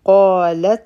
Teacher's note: قاف غټ حرف دی او حرف مد دا دی، دوه حرکا به را کاږو. په تا باندې سکون دی، نو دلته کې به مونږ همس کو، یعنی سا به مو جاری وي.